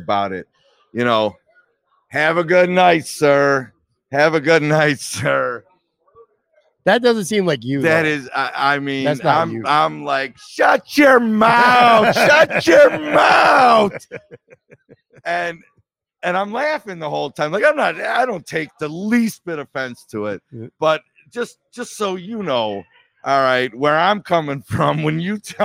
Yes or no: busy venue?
yes